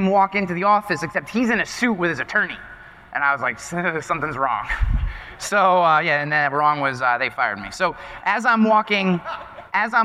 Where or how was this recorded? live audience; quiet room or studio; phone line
live audience